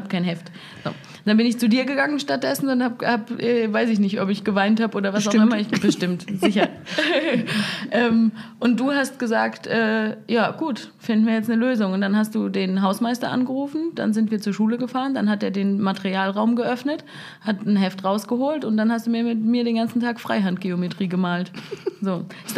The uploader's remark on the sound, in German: Und das vor Publikum. Beim Live-Podcast im Projektraum in Frankenthal konnten die Zuschauer fragen stellen und zuschauen, wie eine Podcast-Folge entsteht.